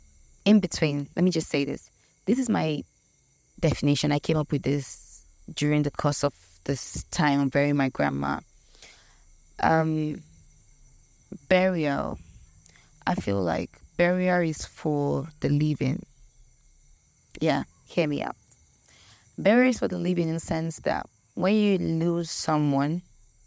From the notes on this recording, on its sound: The crickets in the background are paid thespian. In the village in front of an old primary school just before her house.